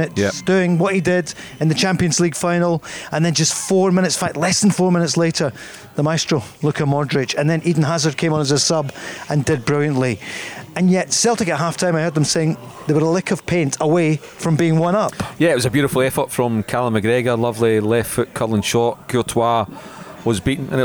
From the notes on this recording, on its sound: live at Radisson Red